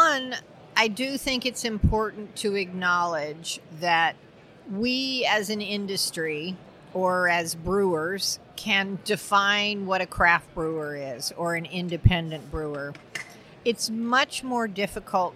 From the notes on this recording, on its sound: In this special Brews News Live, recorded at BrewCon 2018